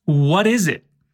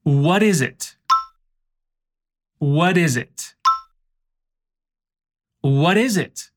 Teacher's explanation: Esse what is é a redução sonora de what com is. É como se o T de what tivesse o som de R